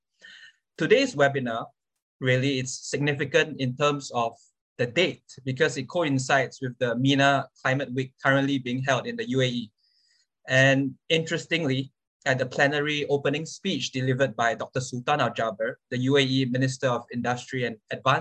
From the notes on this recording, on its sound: This public talk was conducted online via Zoom